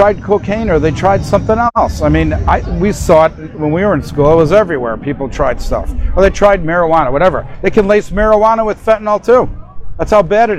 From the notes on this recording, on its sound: We are on location at Woodstock Harley-Davidson for the My Childs Life Matters ride against fentanyl.